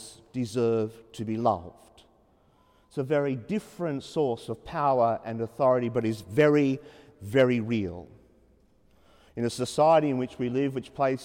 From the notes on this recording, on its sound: As preached during the 5.30pm Mass at Sacred Heart Cathedral, Hamilton.